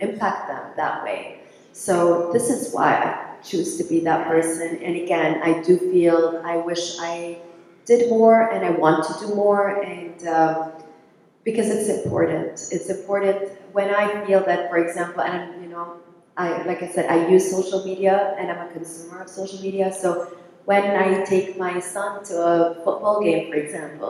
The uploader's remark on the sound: Our conversation took place on stage at the Caring for Each Other event which was partnership between Viatris and Sesame Workshop – the makers of Sesame Street.